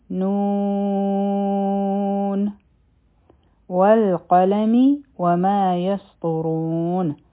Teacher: په سین کې د سیټي آواز دی، طا به غټه وایو، را به غټه وایو، او دا مدی عارض لسکون دی.